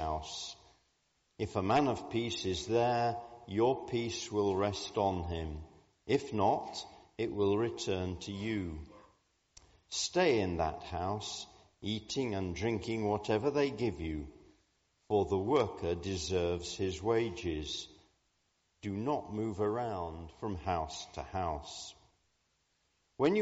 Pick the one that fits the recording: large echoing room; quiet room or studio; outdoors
large echoing room